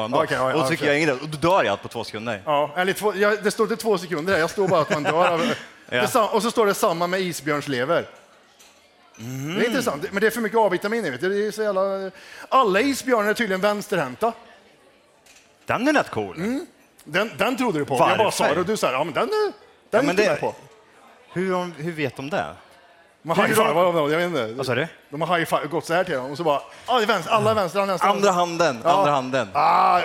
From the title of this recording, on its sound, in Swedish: Live från Poddfest 2023